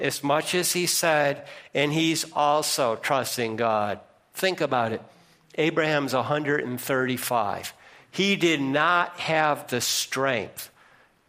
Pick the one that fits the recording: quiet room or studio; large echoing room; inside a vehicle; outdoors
large echoing room